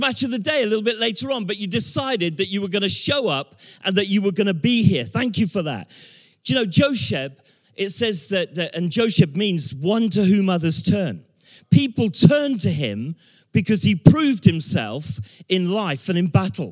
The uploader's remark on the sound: Talk that was delivered at Ascend Summit 23 in February. We can't recreate the warm atmosphere of 120 men after they've sung their hearts-out.